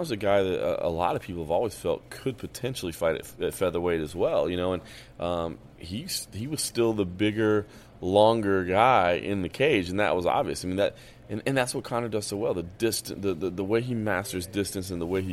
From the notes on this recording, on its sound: UFC 205 press room special. Who covered the fights from Octagonside, then the press conference backstage, before grabbing some of his press room buddies for some post-fight reaction in this Brit Pack special.